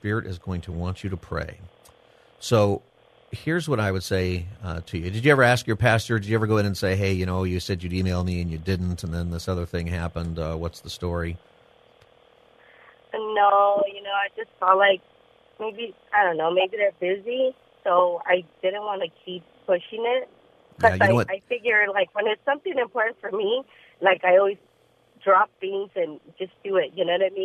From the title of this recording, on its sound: Open Phone Friday